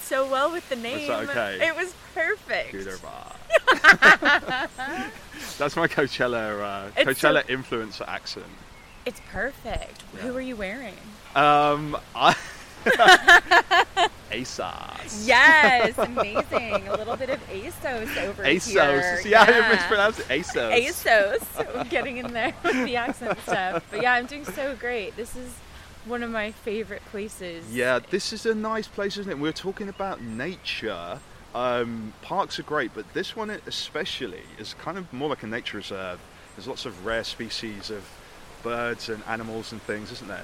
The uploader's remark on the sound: We had the funniest chat at Woodberry Wetlands, by the East Reservoir in Stoke Newington, London.